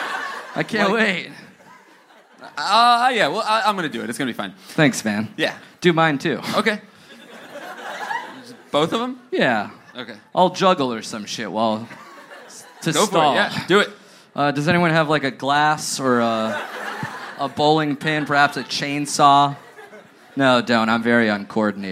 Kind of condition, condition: setting, live audience